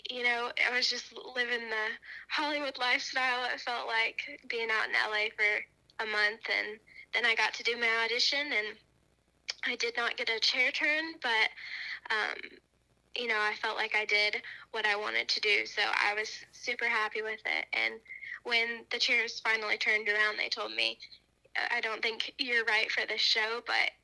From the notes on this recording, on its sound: Burnt the phone lines.